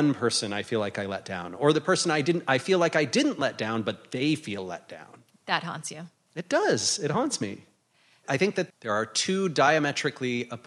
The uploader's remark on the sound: In this live recording from INBOUND 2018.